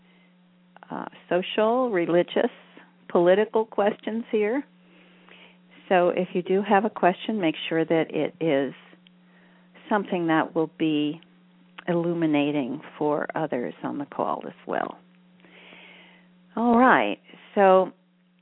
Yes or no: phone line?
yes